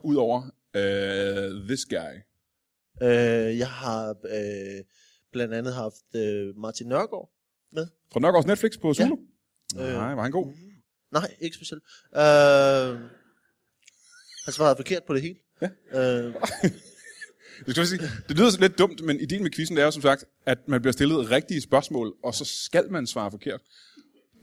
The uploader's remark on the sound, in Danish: LIVE fra Vejle Musikteater